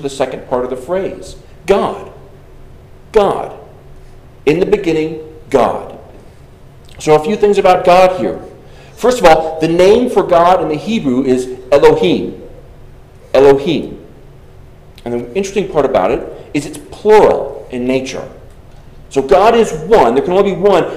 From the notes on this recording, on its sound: Delivered on June 25th, 2023 at Arriba, Congregational Church.